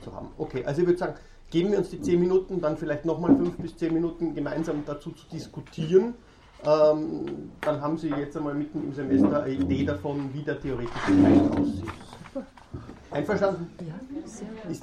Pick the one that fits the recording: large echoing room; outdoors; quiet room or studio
large echoing room